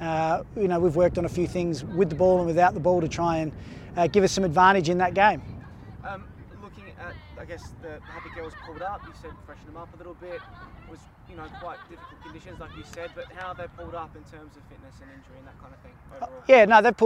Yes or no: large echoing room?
no